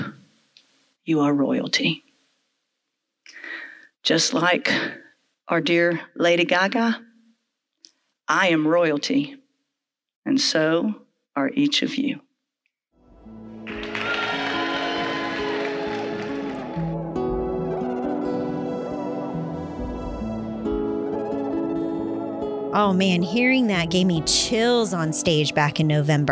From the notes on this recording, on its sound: Told our live audience. Episodes are produced by Storytellers Macon based off of the limited stage series in partnership with The Grand Opera House.